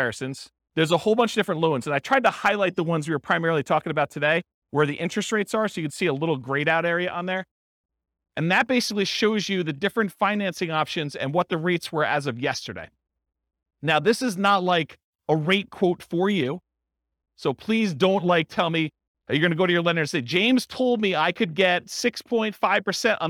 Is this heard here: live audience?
yes